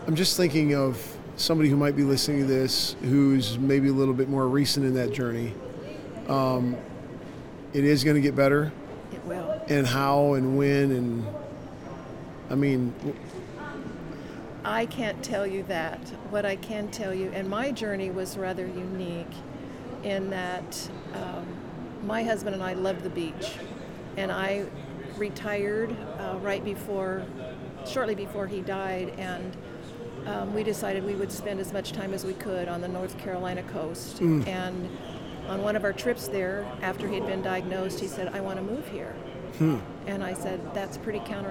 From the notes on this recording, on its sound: LIVE from CPE 2022!